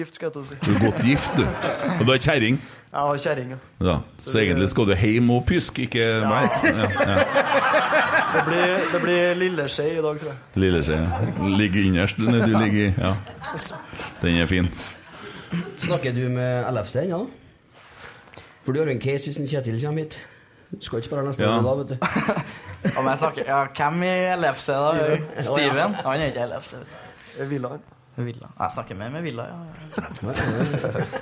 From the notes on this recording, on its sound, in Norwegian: Live pod fra Lerkendal.